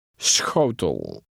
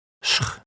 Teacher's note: The letter combination SCH is pronounced with a slight S sound followed by a Dutch CH sound.